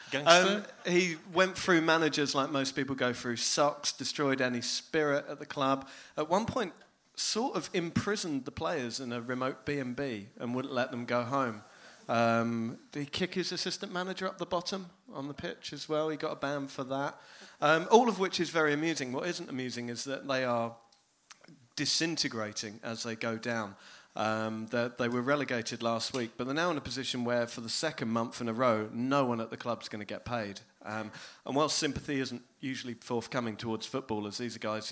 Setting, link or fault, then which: setting, live audience